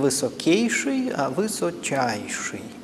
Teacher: Если от слова «высокий» образуется сравнительная степень путем суффикса «эйш» или «айш», то это «ок» уже никуда не девается, только оно переходит в «оч», потому что «к» переходит в «ч» перед гласным переднего ряда по первой палатализации